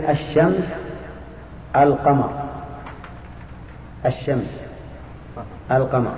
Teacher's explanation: وتجد اللام في القمر ظاهر ما أدغم · Term: قمرية